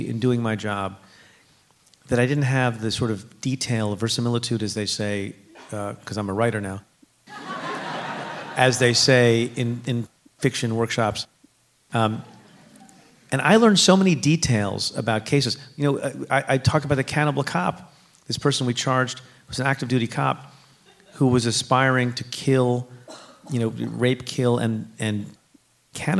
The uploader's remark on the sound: at a live taping of Stay Tuned at NYU’s Skirball Center.